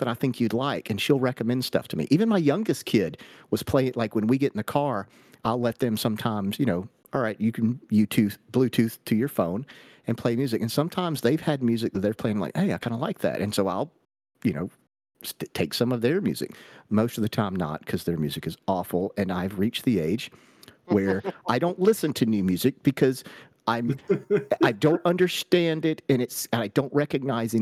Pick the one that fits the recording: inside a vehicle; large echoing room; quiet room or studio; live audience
quiet room or studio